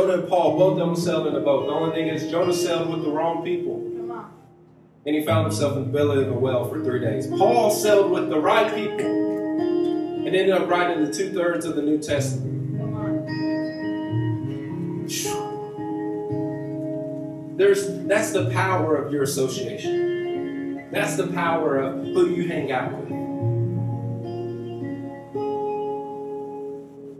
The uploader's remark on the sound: This is a recording (RAW and UNEDITED) of one of our youth services!